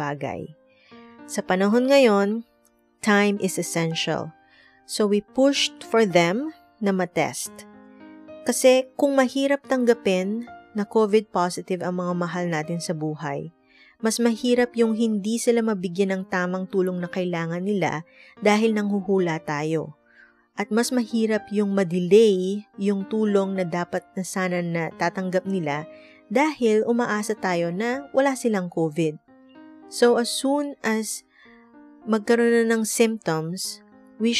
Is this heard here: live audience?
no